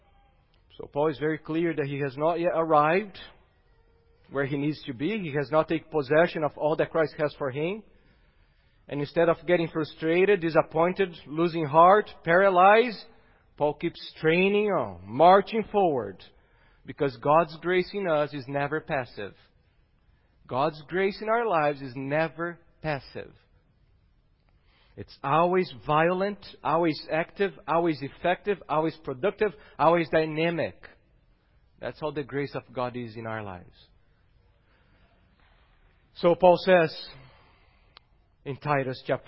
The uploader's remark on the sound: at Gracious Cross Reformed Church Salem on Sunday, March 21st, 2021.